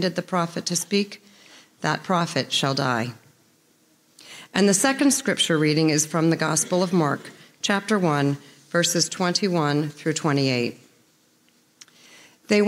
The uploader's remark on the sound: preached on Sunday, February 4, 2024 at First Presbyterian Church of Allentown